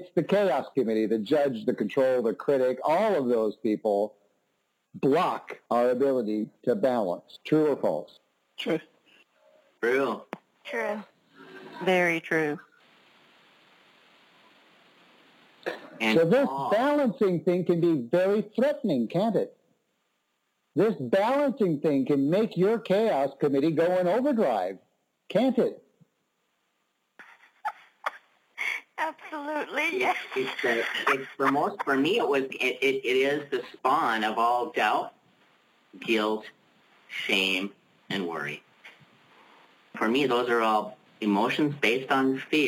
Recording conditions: phone line